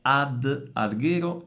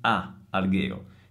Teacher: Semplicemente perché la preposizione a è seguita da un nome che comincia per a. Quindi quando le due A si incontrano per migliorare il suono si aggiunge questa D chiamata proprio eufonica · Shown in: first take